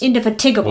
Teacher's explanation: So putting the emphasis on tig.